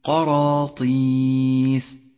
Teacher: الراء مفخمة لأنها مفتوحة · Term: الراء المفخمة